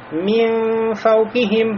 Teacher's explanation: Видите, не просто мин фаукихим, а говорим мин фаукихим, нун, его уже махрадж переходит в сторону махраджа фа.